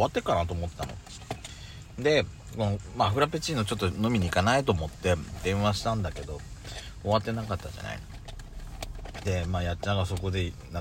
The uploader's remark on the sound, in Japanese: パーキング収録